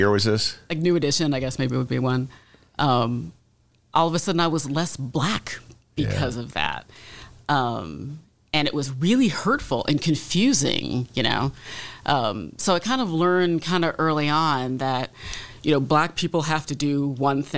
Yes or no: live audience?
no